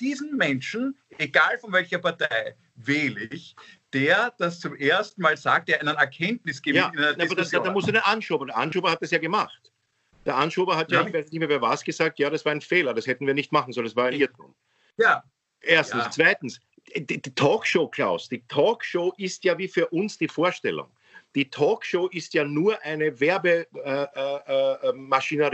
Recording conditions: video call